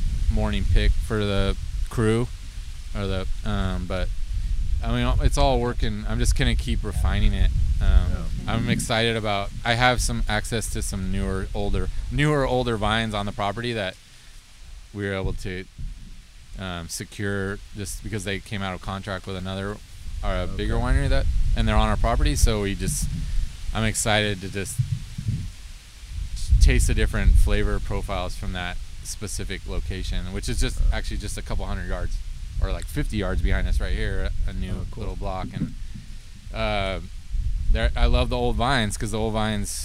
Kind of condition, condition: fault, wind noise